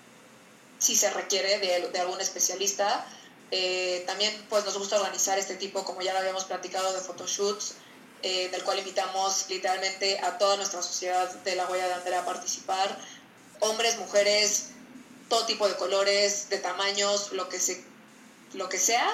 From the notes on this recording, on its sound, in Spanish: Este episodio tiene una calidad de audio menor a lo que nos hubiera gustado